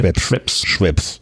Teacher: in der Werbung wird das, ähm, das zweite E immer äh, stumm gesprochen